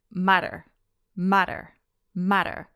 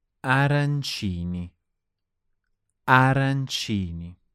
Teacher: the single Italian R is the same as the American T between vowels